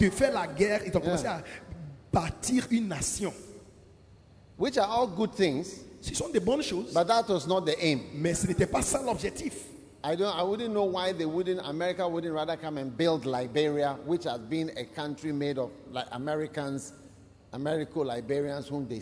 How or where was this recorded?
large echoing room